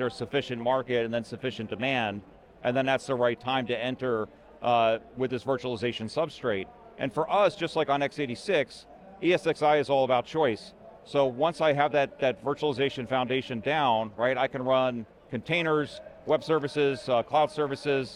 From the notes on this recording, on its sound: Recorded at VMware Explore 2022.